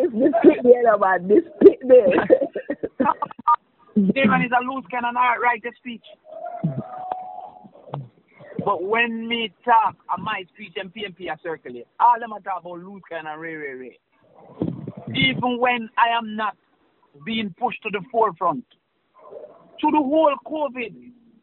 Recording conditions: phone line